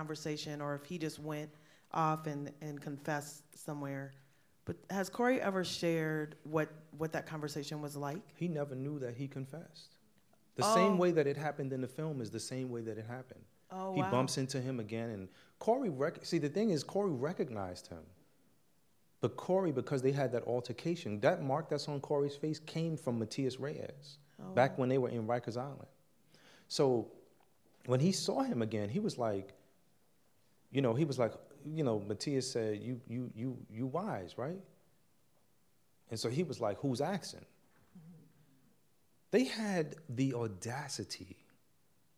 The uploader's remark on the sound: At this live event